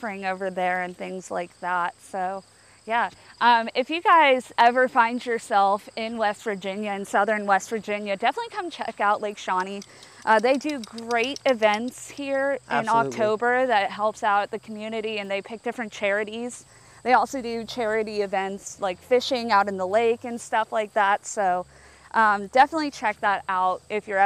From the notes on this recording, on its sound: Podcast Filmed AT Lake Shawnee. Are on location in Princeton, WV at the amusement park where they were given two hours to be on the property alone!